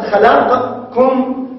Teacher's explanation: والقاف تدغم في الكاف، والكاف في القاف بالعكس يعني